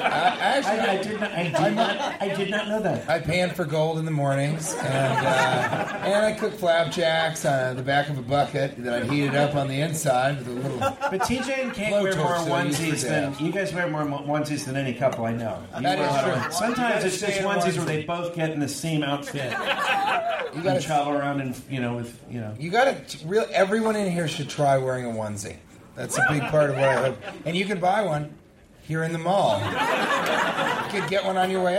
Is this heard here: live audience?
yes